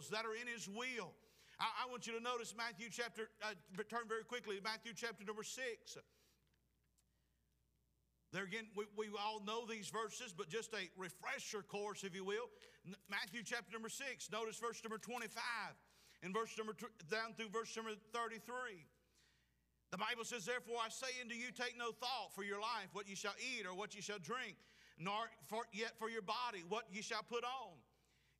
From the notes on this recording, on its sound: Preached at Clifton Baptist Church, Forest Ms.